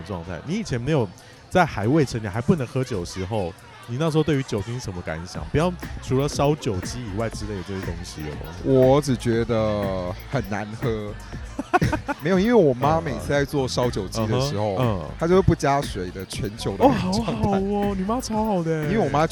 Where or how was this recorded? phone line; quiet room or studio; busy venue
busy venue